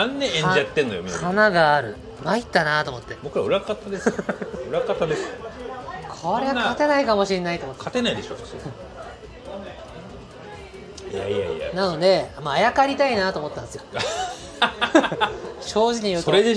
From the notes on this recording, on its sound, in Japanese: 今回もイカセンターからロケ収録。